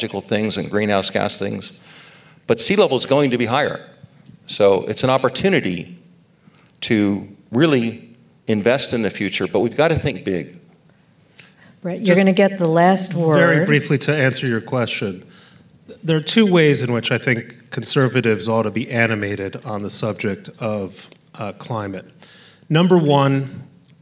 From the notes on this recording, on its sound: on stage at the 2023 Aspen Ideas: Climate event in Miami Beach